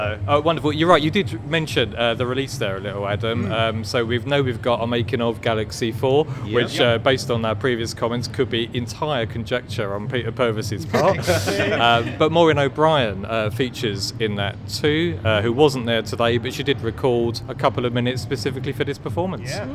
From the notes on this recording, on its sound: Record outside the BFI on the South Bank of the Thames. Live from the British Film Institute. Record outside the BFI on the South Bank of the Thames.